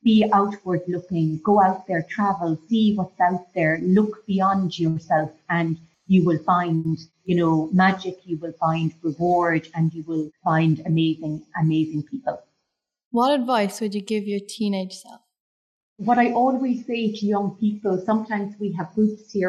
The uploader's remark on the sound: Live from the Vatican. The interview which was conducted via Zoom. Equipment supplied by Flux Learning Ltd.